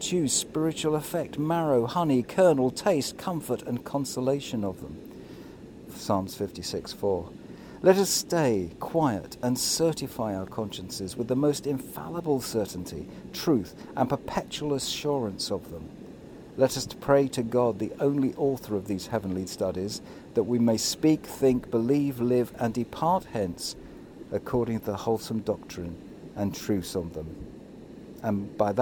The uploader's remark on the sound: St James Alperton. (virtually). Recorded by the riverside and distributed online during the time when churches were closed.